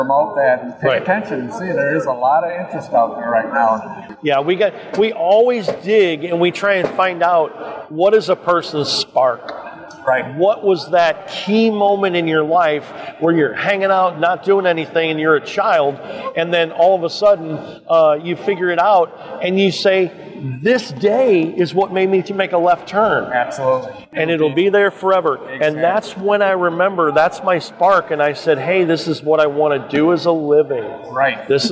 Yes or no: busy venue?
yes